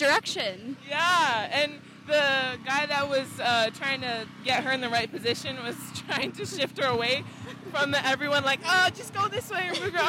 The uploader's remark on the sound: report live from the event